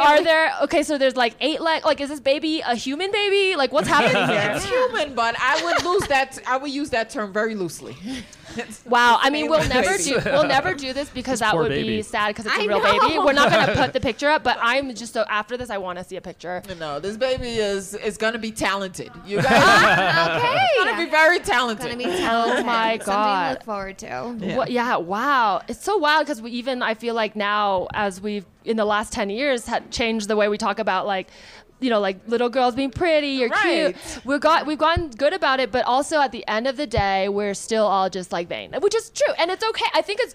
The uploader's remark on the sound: The season 5 finale is live from Vail, CO, at Vail Comedy Festival. In this live pod recording in front of a real audience.